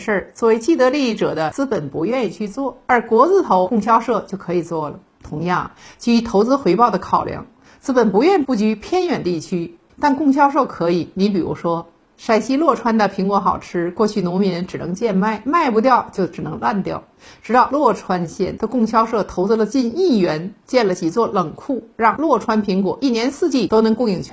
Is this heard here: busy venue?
no